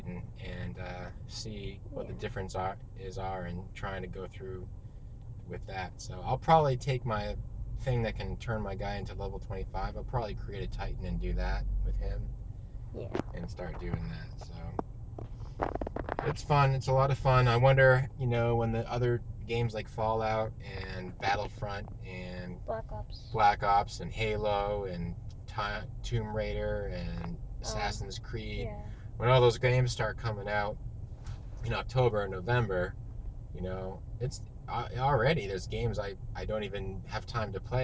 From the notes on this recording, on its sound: Again In The Car.